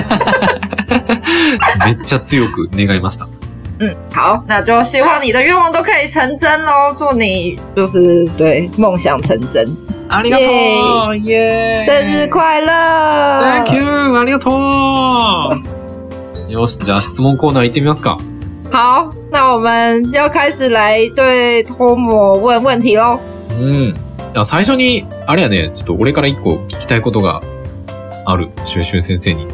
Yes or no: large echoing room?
no